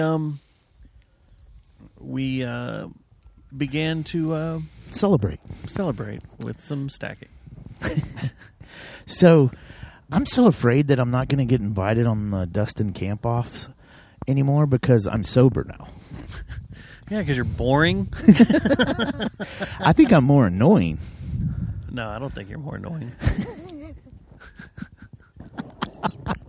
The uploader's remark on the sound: Road Trip: Junction, Texas. We were out on the road this past weekend and decided to do the show in the heart of the hill country, Junction Texas. We recorded it on the banks of the South Llano River with an audience of kayakers and white-tailed deer.